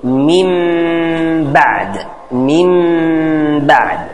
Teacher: لهذا تعريف الإقلاب ديفينيسي الإقلاب هو قلب النون الساكنة أو التنوين، قلب النون الساكنة أو التنوين ميما مخفى عند الباء